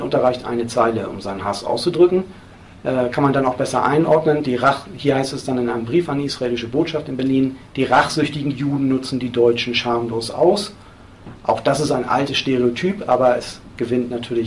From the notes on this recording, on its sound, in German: Mitschnitt eines Vortrags. In Esslingen/Neckar.